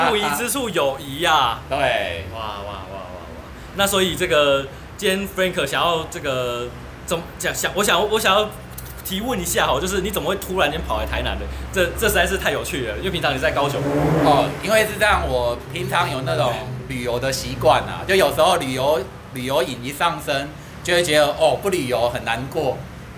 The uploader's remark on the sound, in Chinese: 錄音地點：Te en Té 山露露品茶。錄音設備：Samsung S8。